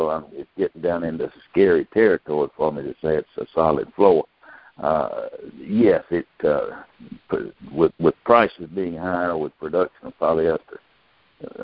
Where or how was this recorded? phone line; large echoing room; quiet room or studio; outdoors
phone line